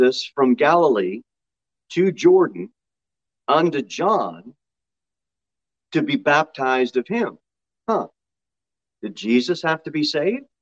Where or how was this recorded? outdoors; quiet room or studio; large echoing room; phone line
large echoing room